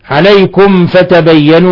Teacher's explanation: ميم ساكنة جاء بعدها الفاء الحكم التجويدي أشد حالات الإظهار الشفوي